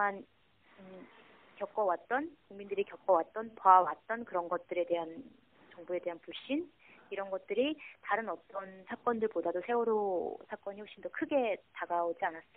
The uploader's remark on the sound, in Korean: 전화 인터뷰.